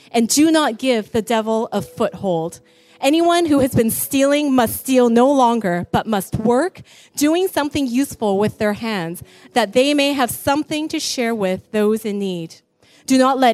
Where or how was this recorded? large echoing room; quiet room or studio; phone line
large echoing room